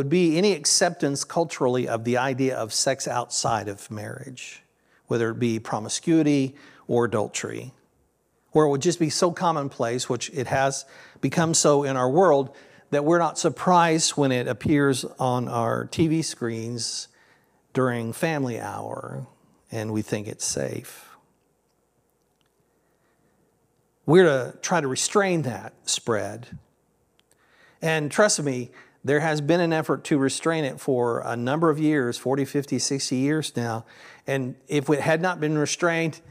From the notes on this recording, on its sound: This sermon was originally recorded at Palestine Church of Christ.